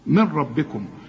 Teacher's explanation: إدغمها خالص كأنها غير موجودة، من ربكم اشبك للميم مع الراء على طول